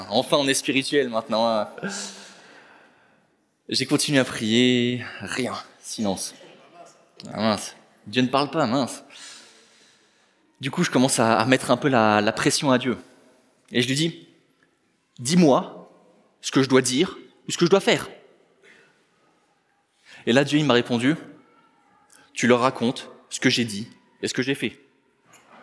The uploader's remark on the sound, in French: Enregistré à l'église CVV